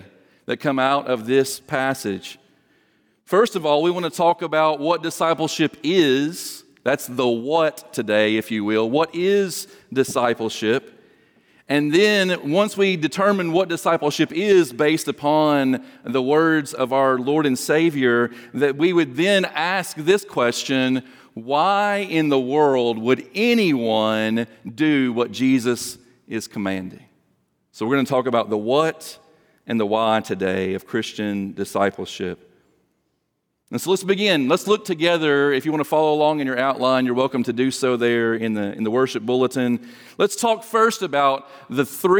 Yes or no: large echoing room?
yes